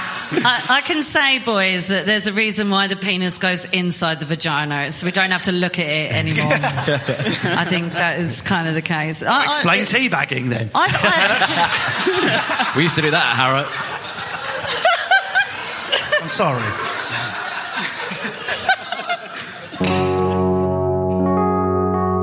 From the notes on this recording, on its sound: All in front of a studio audience as part of the Manchester Podcast Festival.